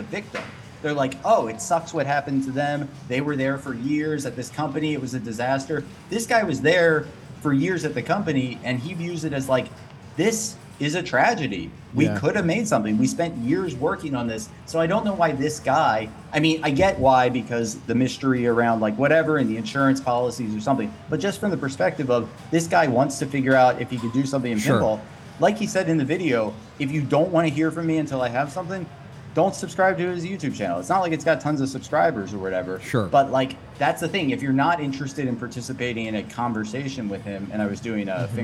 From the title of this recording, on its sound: LIVE at New York City Pinball Championships 2022!